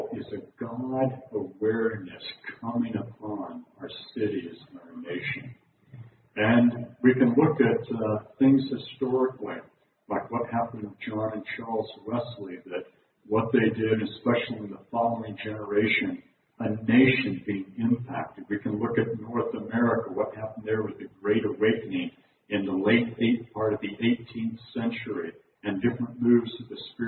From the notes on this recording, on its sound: talk from the Friday evening meeting of the June 2019 conference.